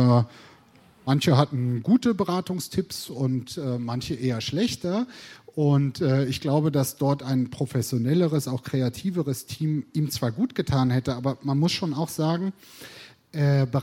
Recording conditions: busy venue